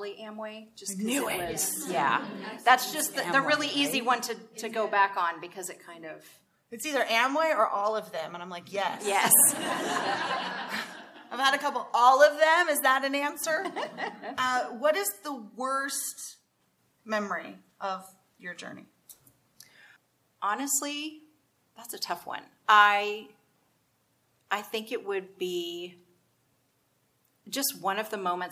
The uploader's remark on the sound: Live from Dallas, Tx! We're LIVE from Dallas, Texas! Recording this podcast in front of a live audience.